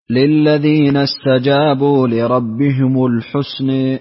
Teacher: أما الحسنى ففيها إيش؟ فيها إمالة لحمزة والكسائي، والتقليل للبصري لأن على وزن فعلة، وورش له الفتح والتقليل.